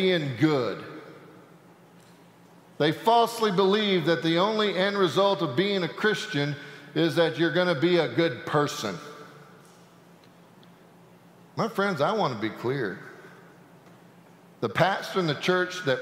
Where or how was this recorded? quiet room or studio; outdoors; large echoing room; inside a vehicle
large echoing room